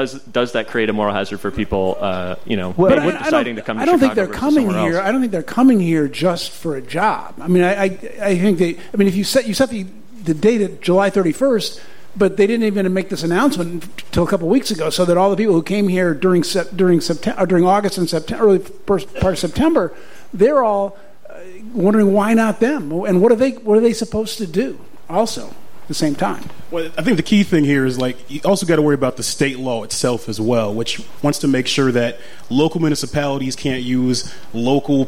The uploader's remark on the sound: The Mincing Rascals Live from The Second City. Recorded in front of a live audience at The Second City.